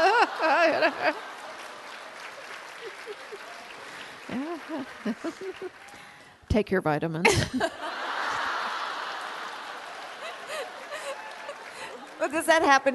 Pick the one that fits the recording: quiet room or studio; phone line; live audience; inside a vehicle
live audience